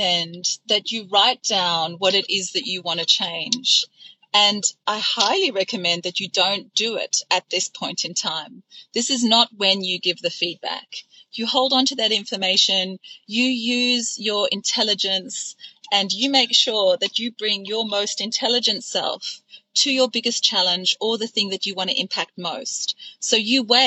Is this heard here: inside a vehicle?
yes